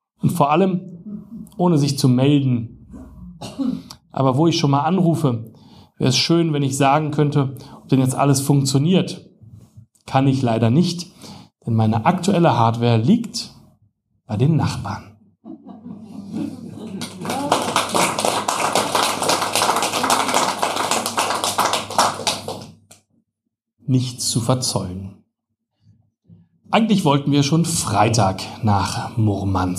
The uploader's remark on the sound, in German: Livelesung